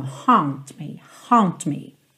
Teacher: pensa nesse O com acento agudo para essa vogal subir um pouquinho, ficar um pouco mais nasal, um pouco mais redonda mesmo.